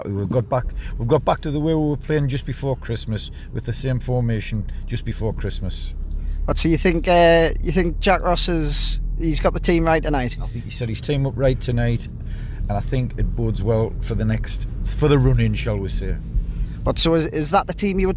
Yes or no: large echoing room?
no